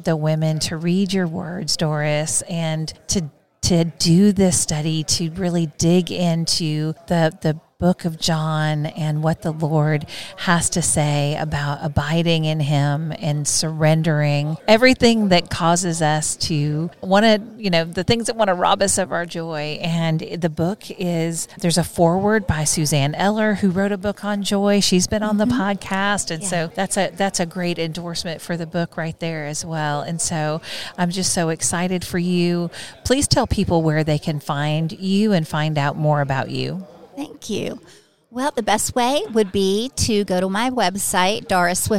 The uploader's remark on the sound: at the NRB conference